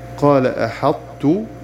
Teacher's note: وكيفيته أن نبدأ بالطاء ونختم بالتاء فيكون كحرف واحد مكون من طاء وتاء · Term: الإدغام الناقص